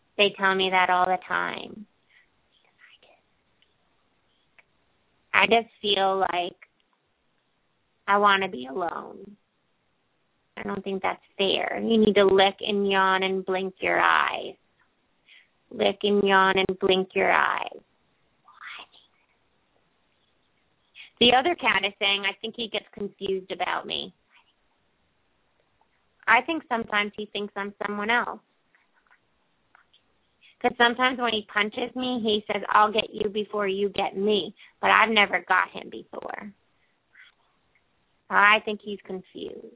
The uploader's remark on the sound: open up the lines for listeners to call